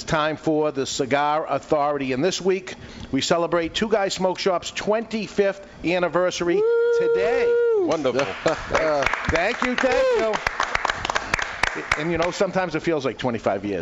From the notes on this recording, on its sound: THIS WEEK WE'RE LIVE AT TWO GUYS SMOKE SHOP IN SALEM, NH CELEBRATING THEIR 25TH ANNIVERSARY!